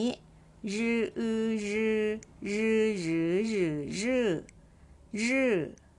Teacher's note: บวกกับสระยืออือยือตามด้วยวรรณยุกต์เสียงที่ 4